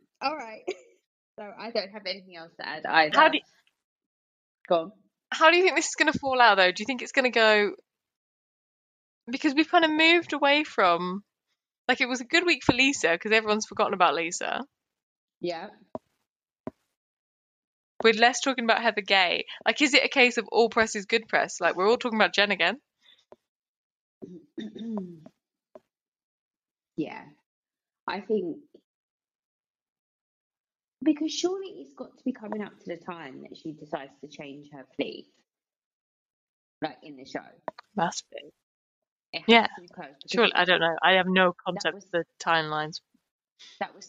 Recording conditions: poor sound quality